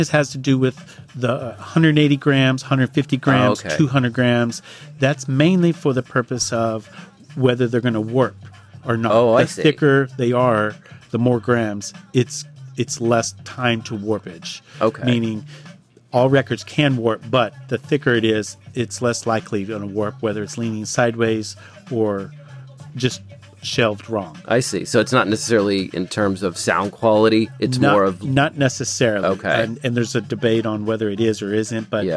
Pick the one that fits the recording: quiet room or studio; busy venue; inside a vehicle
busy venue